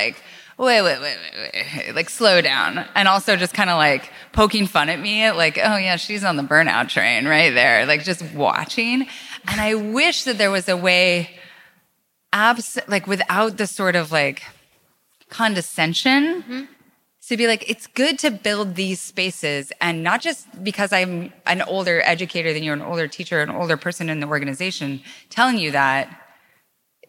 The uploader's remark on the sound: Live from SXSW EDU. In front of an excellent crowd.